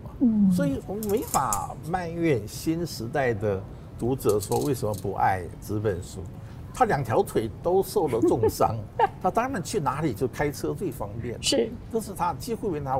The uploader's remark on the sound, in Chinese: 本集於開放式場地錄音，難免受環境音干擾，還請包涵見諒。